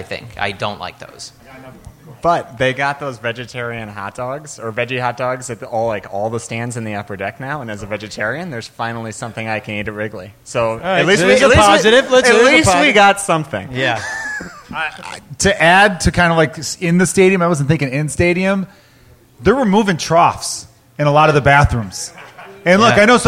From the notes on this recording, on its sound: Live From Gman Tavern in Chicago!